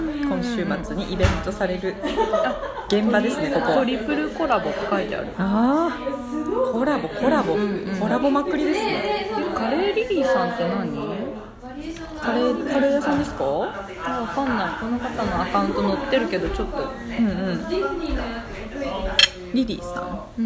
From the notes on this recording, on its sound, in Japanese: 名古屋駅裏ホリエビル内喫茶リバーに潜入！1階にあった喫茶リバーで収録がてらホットケーキをむしゃむしゃ。遠征収録はここまで！